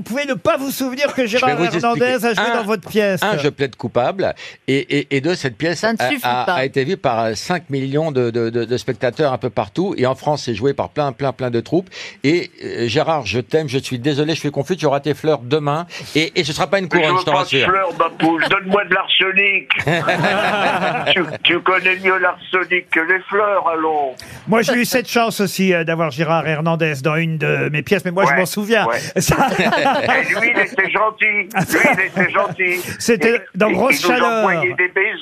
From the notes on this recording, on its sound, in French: Et les Grosses Têtes n'ont pas manqué de lui passer un coup de téléphone pour lui souhaiter.